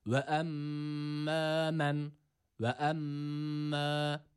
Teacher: Bir elif miktarı uzattık. Burada şeddeli olan mim harfini bir elif miktarı uzatıyoruz. E-A arası bir sesle.